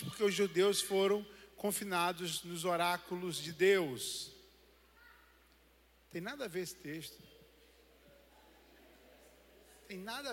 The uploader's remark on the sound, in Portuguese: CULTO DE DOMINGO